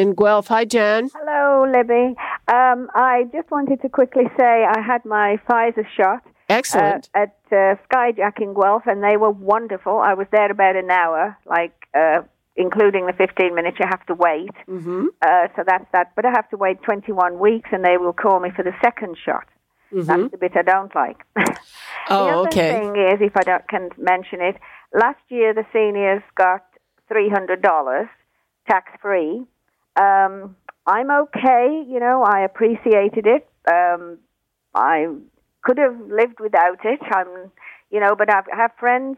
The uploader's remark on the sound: Listeners call in with their opinions on the biggest stories of the week.